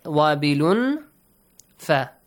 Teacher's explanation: After wabilun tanween, we have fa, it's ikhfa, of course.